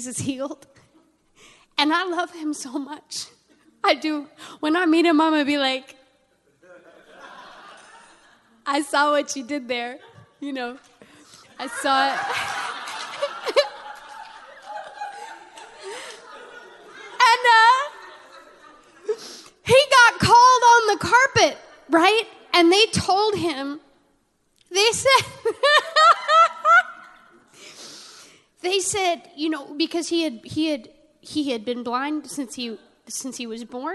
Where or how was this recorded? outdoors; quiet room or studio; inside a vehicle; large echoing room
large echoing room